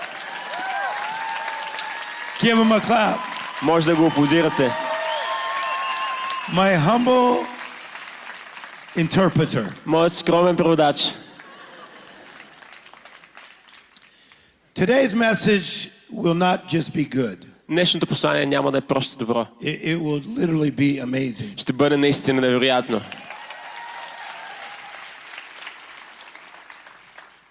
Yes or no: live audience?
yes